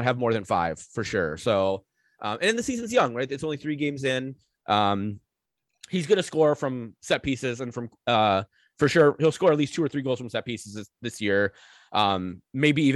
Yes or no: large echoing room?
no